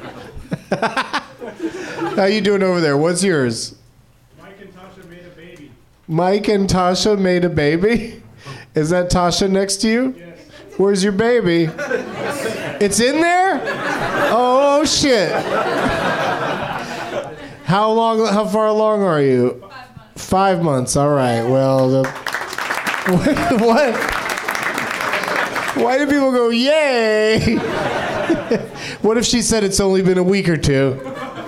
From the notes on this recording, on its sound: Live from the NerdMelt Showroom in LA